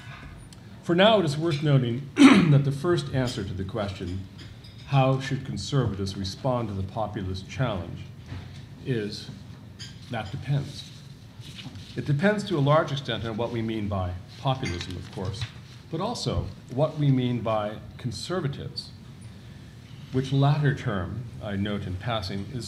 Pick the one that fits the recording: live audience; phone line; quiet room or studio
live audience